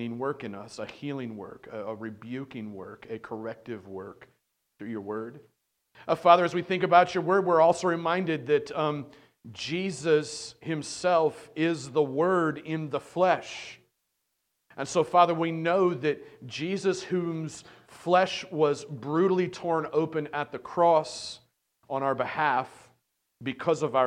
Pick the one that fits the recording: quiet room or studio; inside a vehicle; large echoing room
large echoing room